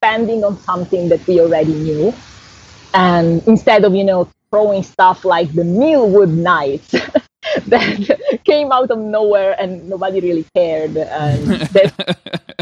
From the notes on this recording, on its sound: Because of the distance between us (she's in Italy), the audio quality is a bit rough this week.